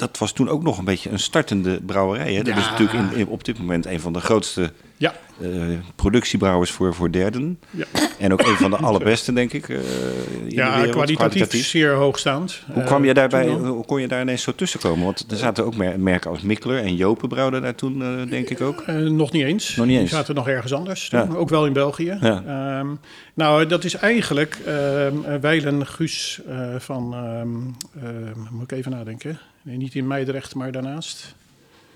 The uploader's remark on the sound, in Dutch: Eigenaar/brouwer van de Leidsche Bierbrouwerij in Leiden. Live opgenomen in de dit jaar 20-jarige brouwerij.